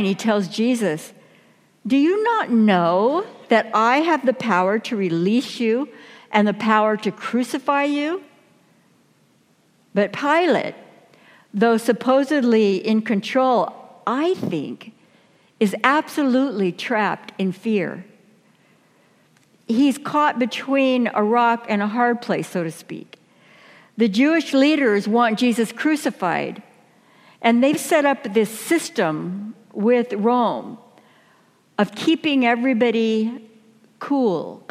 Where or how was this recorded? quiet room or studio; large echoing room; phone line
large echoing room